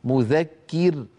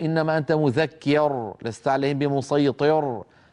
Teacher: ولا نقول إنما أنت مذكر، لست عليهم بمسيطر، كما أسمع من بعض إخواننا هداهم الله، لا بد من ترقيق هذه الراء لأنها ساكنة وقبلها مكسور · Shown in: first take